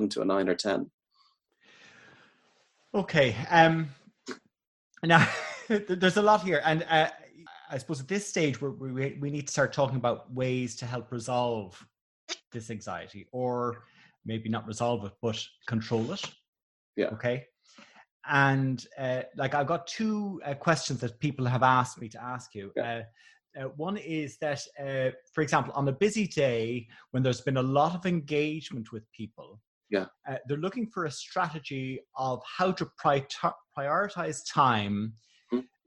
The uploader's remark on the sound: This is the first in a series of four programs recorded on Zoom with a live audience.